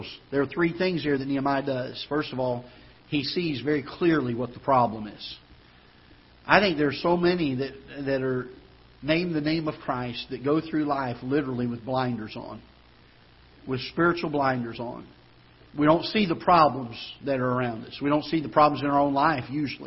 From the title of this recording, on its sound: Ketha Heights Baptist Church ~ Live Broadcast